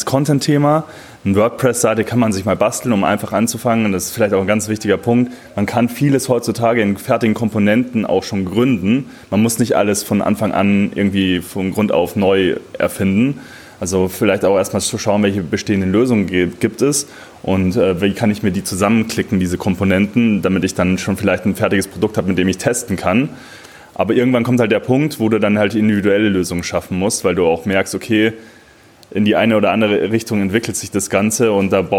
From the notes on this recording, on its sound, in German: Mitschnitt des Panel Talks auf dem Sidepreneur Meetup am 25.06.19. Du hörst in dieser Folge einen Live Mitschnit t des Panel Talks auf dem Sidepreneur Meetup am 25.06.19 in München.